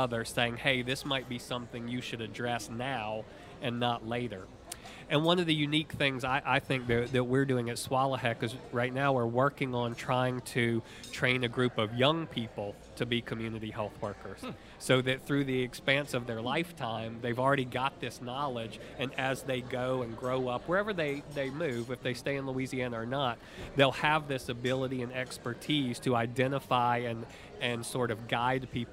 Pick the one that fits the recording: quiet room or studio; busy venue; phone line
busy venue